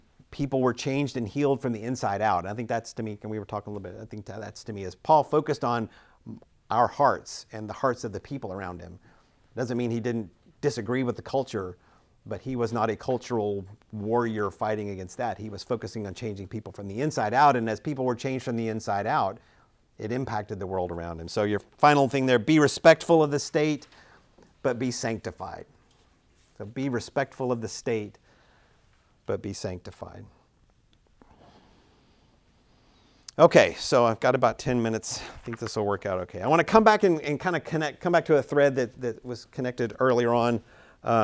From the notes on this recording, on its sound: Recorded at Emmaus Church in Buford, GA on Wednesday, March 15, 2023.